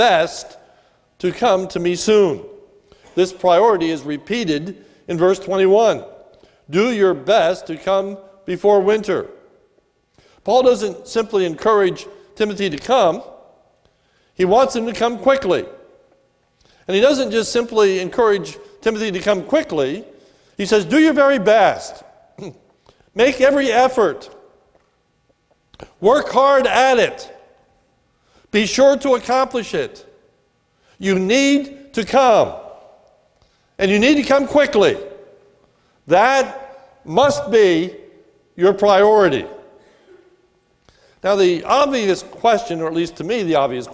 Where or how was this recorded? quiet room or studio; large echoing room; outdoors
large echoing room